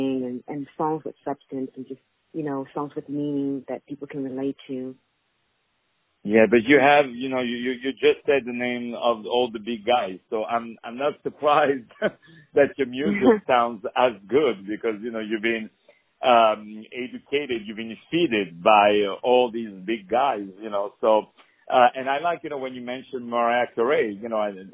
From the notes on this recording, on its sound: On the phone